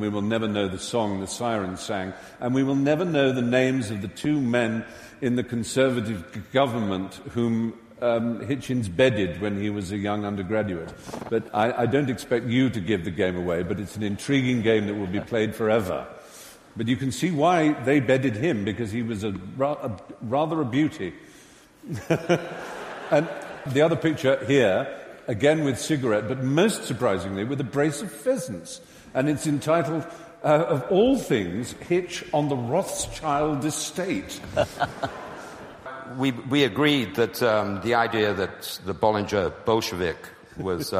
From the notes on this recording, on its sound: The event originally took place on the 11th November 2011 at The Southbank Centre’s Royal Festival Hall and was watched live by 2500 at the venue. At The Southbank Centre’s Royal Festival Hall and was watched live by 2500 at the venue, and by thousands more in UK cinemas and online.